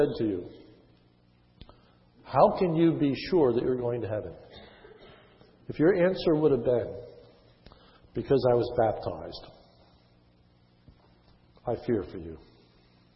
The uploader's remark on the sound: This sermon was recorded on 10/03/10 in the morning service.